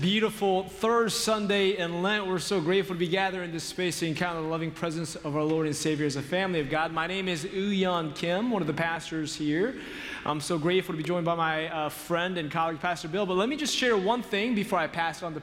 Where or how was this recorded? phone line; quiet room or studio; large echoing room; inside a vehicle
large echoing room